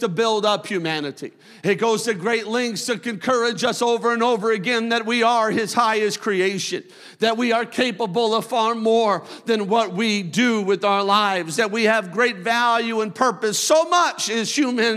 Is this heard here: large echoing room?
yes